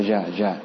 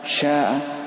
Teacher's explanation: فإذا نقص الهمس نقص التفشي كذلك، فتحول إلى جاء · Shown in: first take